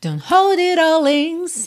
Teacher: ela fez don't, a gente não ouviu o T